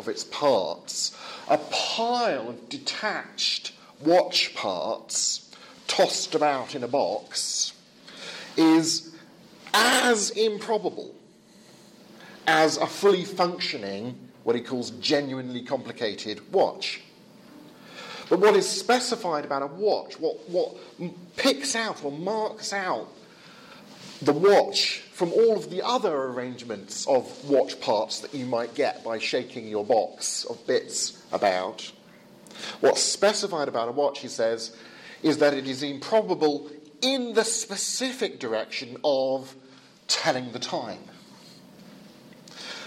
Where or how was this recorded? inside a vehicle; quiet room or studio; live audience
live audience